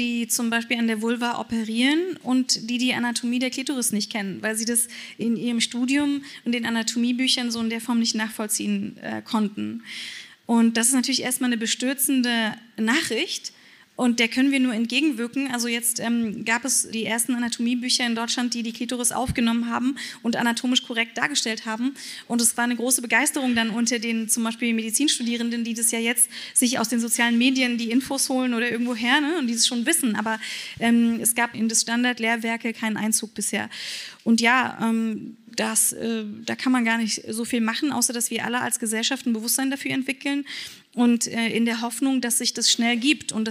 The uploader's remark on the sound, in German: Live auf der Re:publica